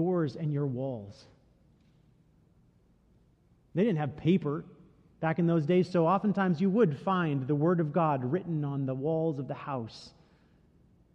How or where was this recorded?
large echoing room